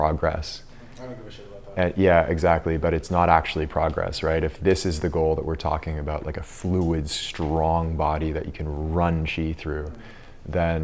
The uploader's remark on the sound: Recorded during the 2022 DeepGame retreat.